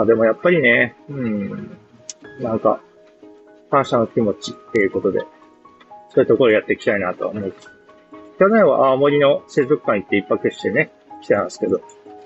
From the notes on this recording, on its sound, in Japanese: 元朝詣りからの帰りにイヤホンで収録しました。